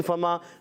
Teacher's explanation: فا کا مخرج اوپر والے دانتوں کے کنارے، نیچے والے ہونٹ کے تر حصے سے لگتے ہیں، فا ادا ہوتا ہے